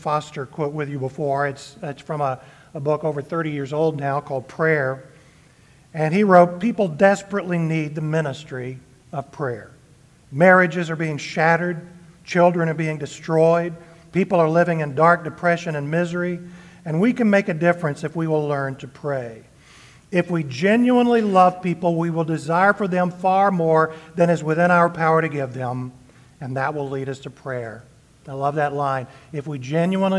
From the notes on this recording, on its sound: Sermon delivered on Sunday, June 25, 2023 at Hillcrest Church, Austin, TX.